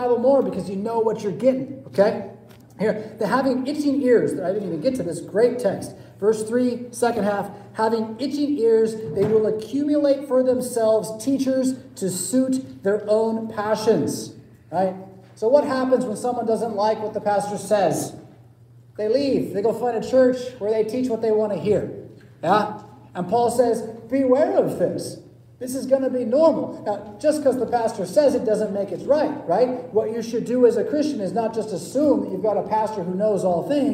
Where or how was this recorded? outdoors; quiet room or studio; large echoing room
large echoing room